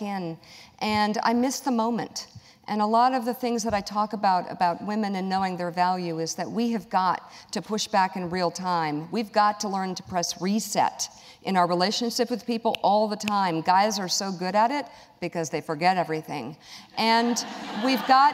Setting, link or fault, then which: setting, live audience